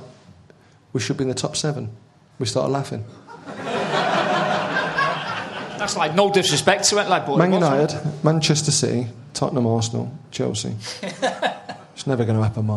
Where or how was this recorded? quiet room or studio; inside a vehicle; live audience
live audience